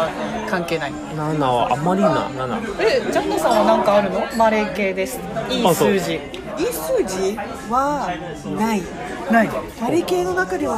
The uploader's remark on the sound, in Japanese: 収録はマレーアジアンクイジーン渋谷店にて行いました。